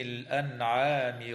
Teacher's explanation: تظهر النون الساكنة عند العين في كلمة الأنعام